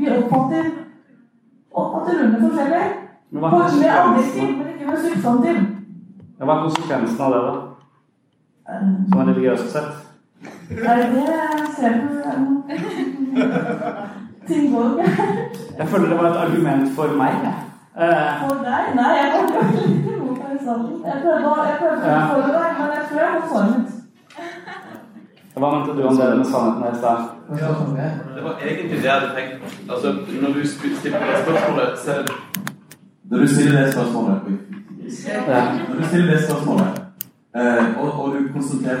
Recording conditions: live audience